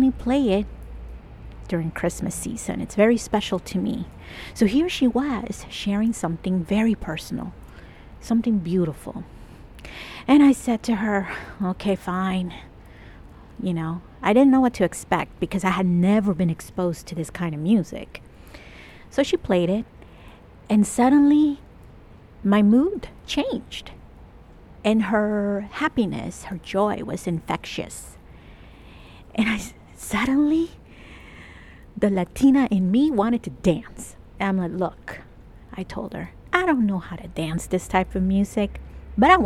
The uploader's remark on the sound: I recorded this episode outside over at my secret favourite place in Toronto. There is some traffic sounds, pedestrians and lots of wet snow sounds too! I kept pacing back and forth so you hear me catching my breath a lot - oops!